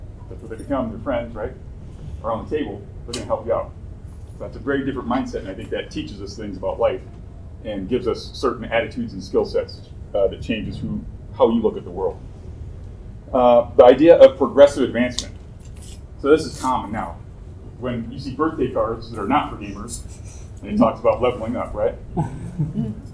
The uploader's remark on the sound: Recorded live at Tucson Comic-Con.